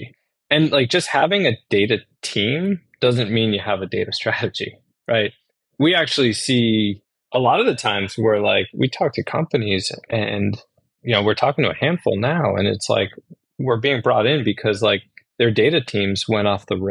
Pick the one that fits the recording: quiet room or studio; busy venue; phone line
quiet room or studio